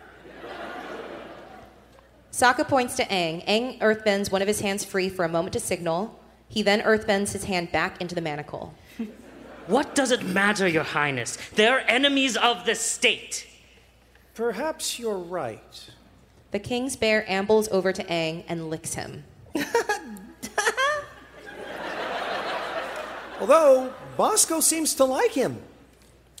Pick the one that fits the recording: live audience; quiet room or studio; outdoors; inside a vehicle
live audience